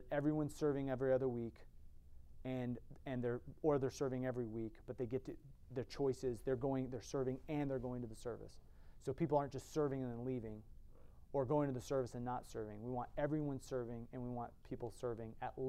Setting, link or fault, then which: setting, large echoing room